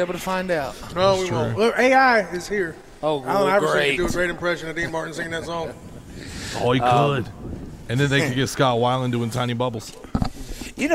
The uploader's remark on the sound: WE ARE LIVE FROM BON SECOURS WELLNESS ARENA FOR THE LEO SANTA TOY DRIVE